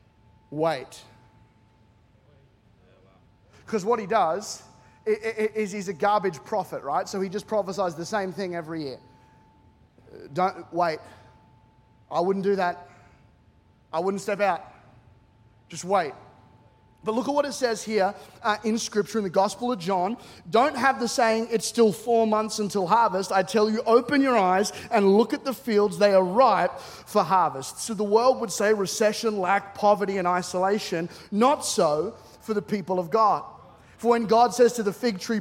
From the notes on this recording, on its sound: C3 Powerhouse. Recorded during our 9am service on Sunday, the 14th of January 2024.